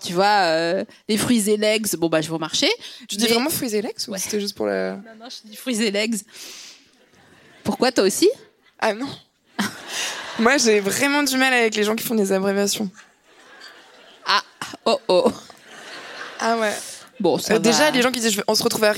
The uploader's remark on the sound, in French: enregistré le 14 novembre 2022 à la Scala Paris